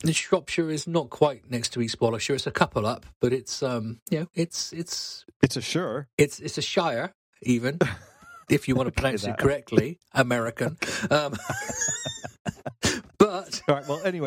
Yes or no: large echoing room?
no